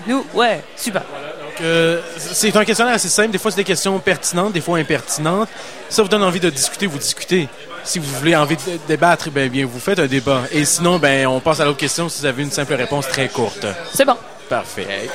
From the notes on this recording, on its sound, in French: Festival d'été de Québec, sur les ondes de CKRL 89,1 en direct du bar le Sacrilège.